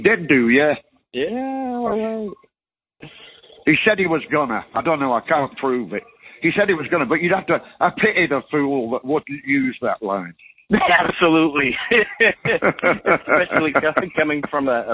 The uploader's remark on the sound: this phone call